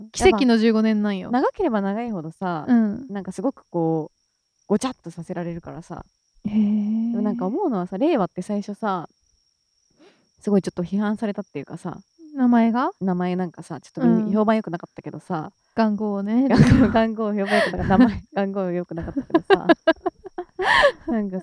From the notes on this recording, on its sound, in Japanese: 公園収録なので鈴虫がすごいです。